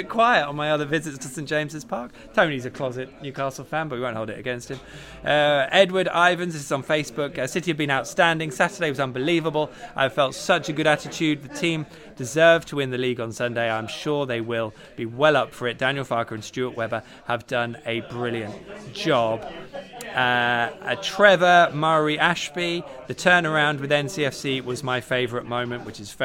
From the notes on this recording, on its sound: Is LIVE from Departure Lounge. Pop along to the pub and have their say live on the show.